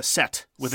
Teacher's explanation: An aspirated T, that the H is meant for aspiration.